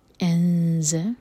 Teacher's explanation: انز، زا کے لیے اخفا، نون کی آواز کو چھپائیں گے اور زا کے لیے زبان تیار کریں گے